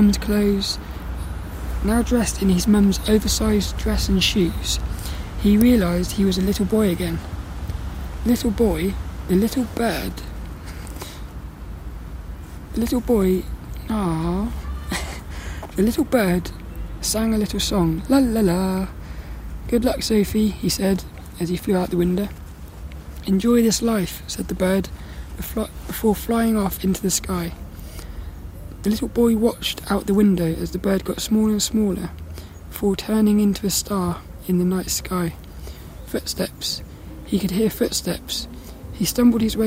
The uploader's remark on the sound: This one was recorded down the park.